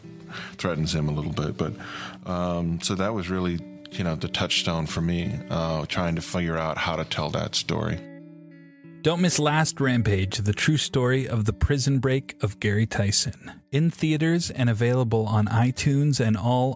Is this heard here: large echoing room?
no